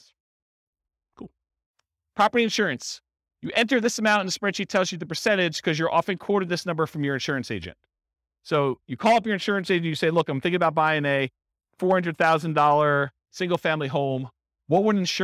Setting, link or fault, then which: setting, live audience